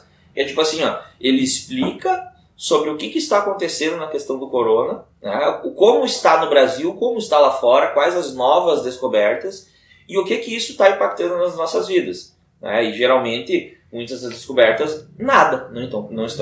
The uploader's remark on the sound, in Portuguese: com um celular, o que explica a qualidade do áudio